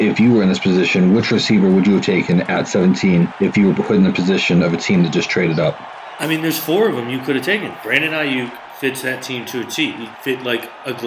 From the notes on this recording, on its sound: FBAS Mock NFL Draft 2020. Coming to you live from the draft.